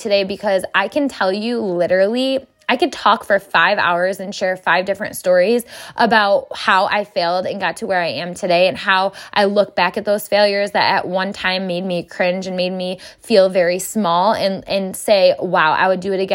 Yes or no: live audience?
no